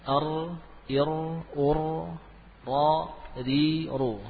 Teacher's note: Tarful lisan, ya, ujung lidah dari arah punggung ditempelkan pada bagian gusi. Ar, ir, ur, ra, ri, ru. · Term: huruf ra